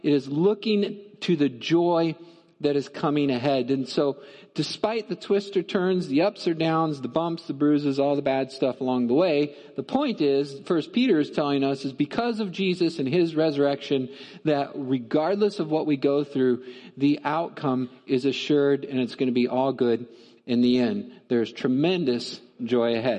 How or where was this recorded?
large echoing room